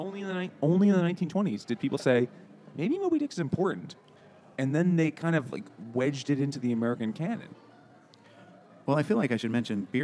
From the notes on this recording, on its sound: Moby Dick by Herman Melville at Finback Brewery.